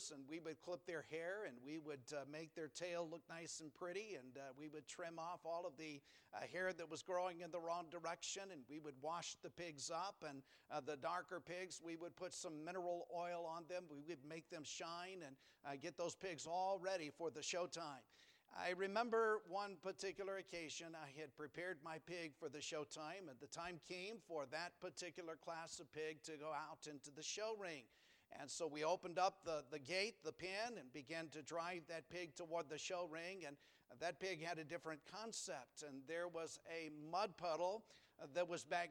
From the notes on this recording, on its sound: Sunday PM. Preached from the pulpit of Valley Bible Baptist Church.